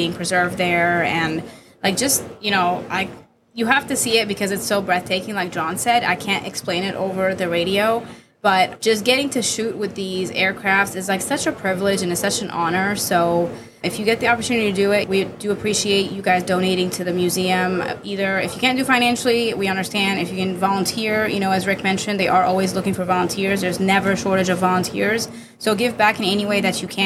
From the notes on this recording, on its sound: We take the Creatives Podcast on the road as we broadcast live aboard the USCG Cutter Morris in Galveston while HCC Volunteers help with the cleaning and restoration of this historic ship.